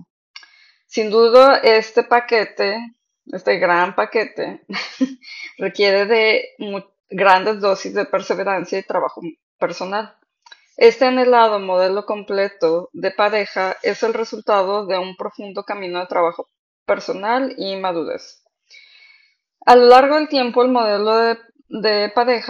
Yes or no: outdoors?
no